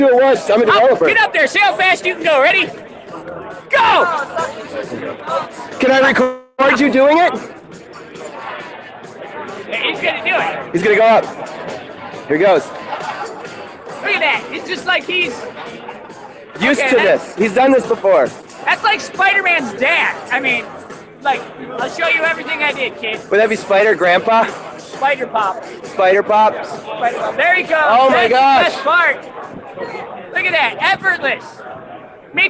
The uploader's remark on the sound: live at Dreamforce 2017